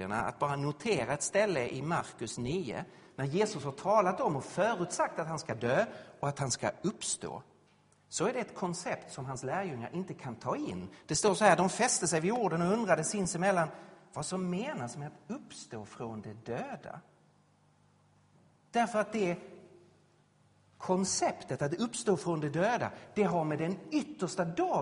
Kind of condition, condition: setting, large echoing room